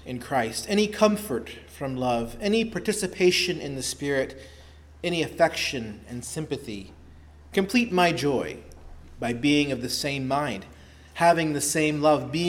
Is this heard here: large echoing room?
yes